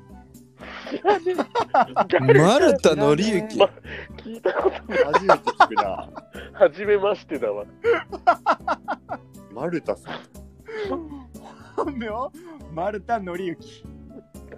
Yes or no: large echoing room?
no